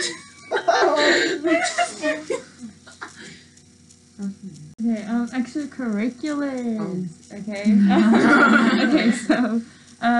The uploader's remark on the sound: We are a group of minorities in the suburbs of Chicago about to be seniors in Highschool. We apologize for the audio quality we are getting better mics we are just starting off but the content is gold. We recorded this during spring break of junior year.